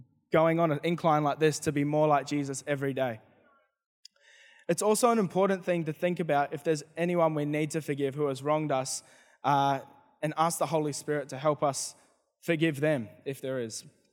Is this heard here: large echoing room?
yes